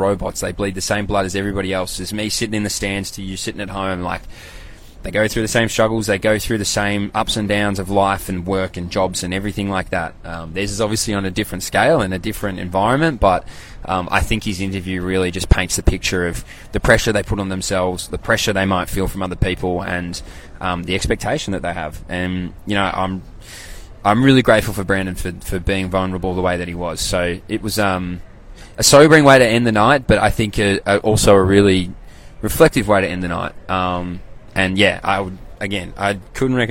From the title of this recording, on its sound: LIVE FROM THE WORLD CHAMPS